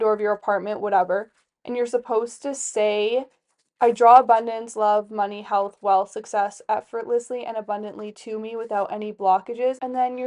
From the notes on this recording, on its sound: My boyfriend was home sick while I filmed this and he was trying (failing) to be quiet during this so the audio is a bit messed up.